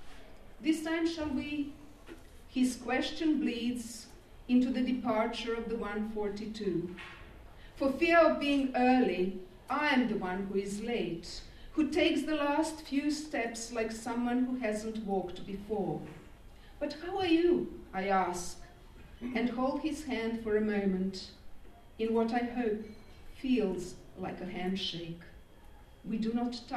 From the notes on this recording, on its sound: In celebration of Refugee Week. This Worlds Festival event at the Norfolk & Norwich Millennium Library.